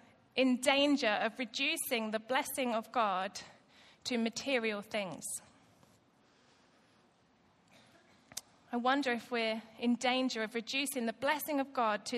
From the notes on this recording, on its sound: Recorded live at Life Church Lancashire on Sunday 30th September 2018.